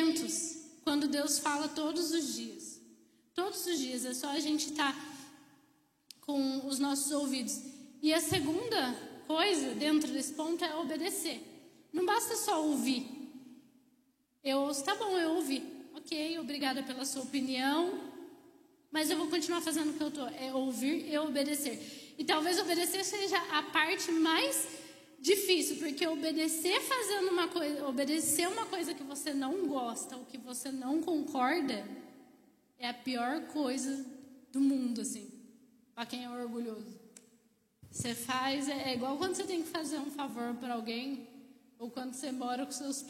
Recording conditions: large echoing room